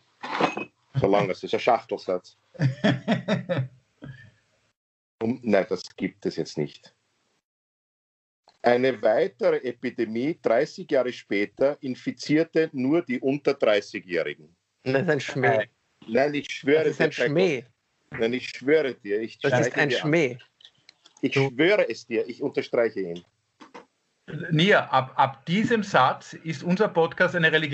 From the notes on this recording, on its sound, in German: Aufzeichnung einer ZOOM Session vom Montag, 8.